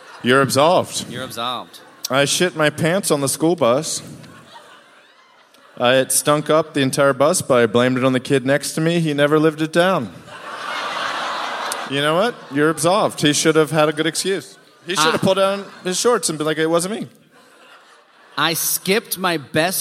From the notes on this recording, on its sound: Live from the Aladdin Theater in Portland!